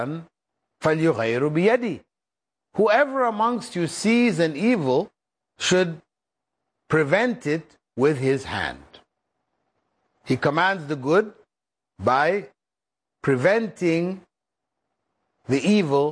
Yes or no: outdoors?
no